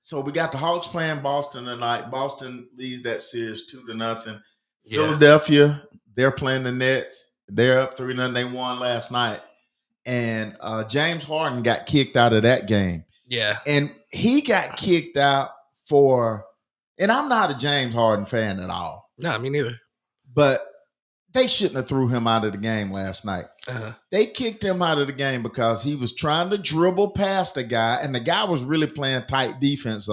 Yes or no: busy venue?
no